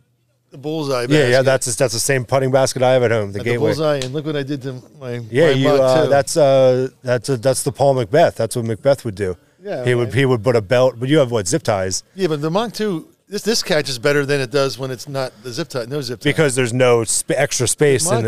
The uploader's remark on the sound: We sat outside while sipping beers. I enjoyed a wonderful early spring evening.